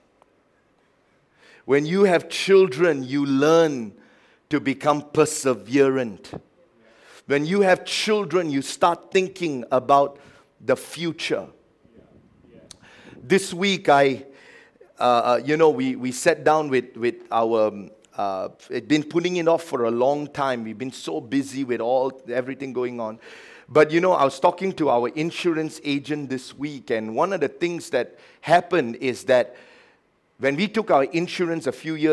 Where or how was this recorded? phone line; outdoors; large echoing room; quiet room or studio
large echoing room